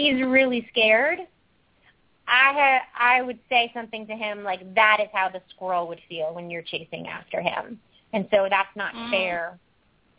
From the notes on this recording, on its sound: open up the lines for listeners to call